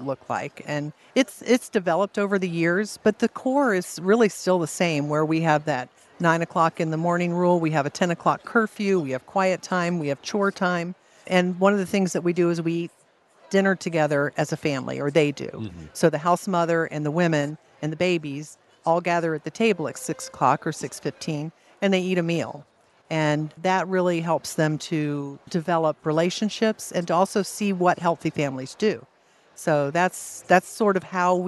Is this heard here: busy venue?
yes